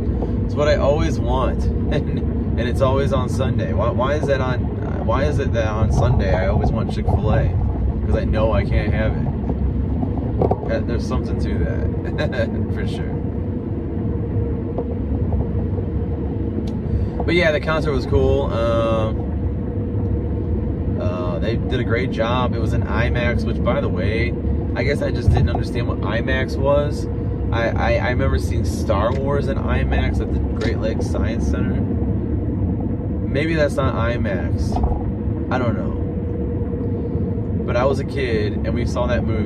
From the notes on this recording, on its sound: First driving episode via [VIDEO]. I decided to try doing some driving episodes with video!